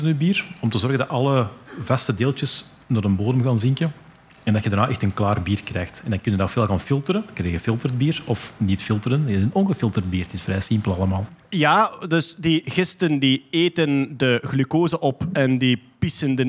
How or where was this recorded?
busy venue